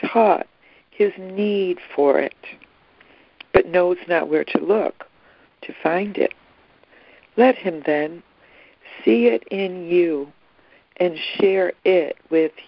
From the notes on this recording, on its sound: ACIM Daily Conference Call.